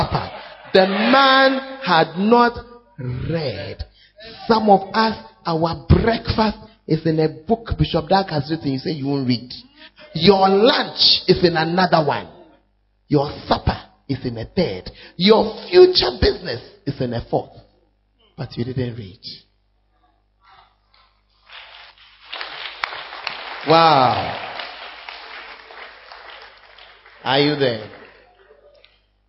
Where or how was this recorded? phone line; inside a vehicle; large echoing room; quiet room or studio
large echoing room